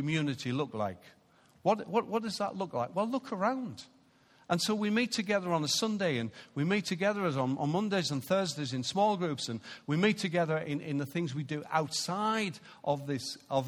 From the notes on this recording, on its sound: Recorded live at Life Church Lancashire on 17th March 2019.